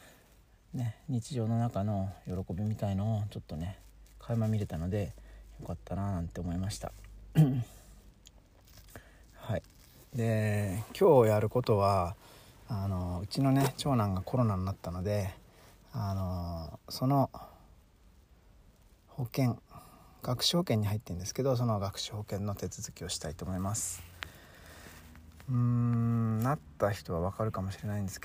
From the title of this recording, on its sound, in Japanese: 朝8:00公園にて